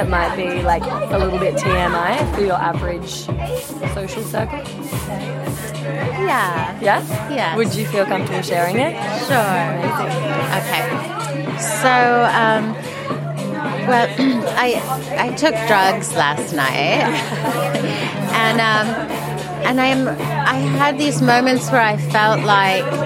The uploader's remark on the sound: This extra special episode features a bunch of interviews with festival goers of Comfort Creek festival where I set up a LIVE interactive version of The Labia Lounge for the first time ever! Along with various passers by that came to check out what this big velvet p*ssy couch was all about.